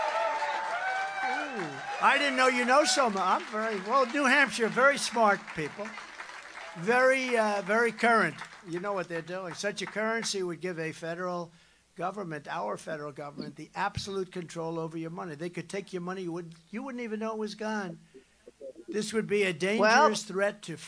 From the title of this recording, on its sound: LIVE FROM THE WORLD ECONOMIC FORUM DAVOS SWITZERLAND DAY 5